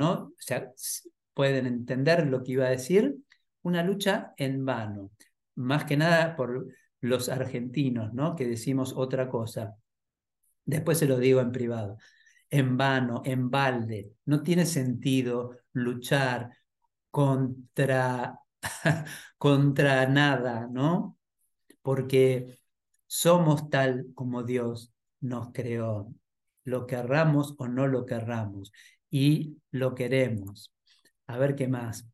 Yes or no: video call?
yes